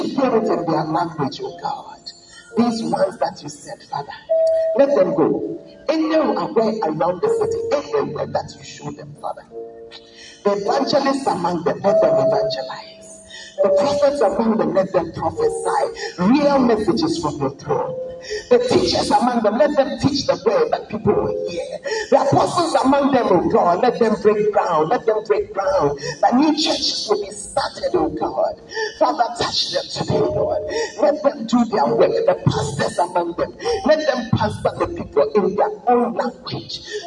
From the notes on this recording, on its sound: Preached at the Word Alive Service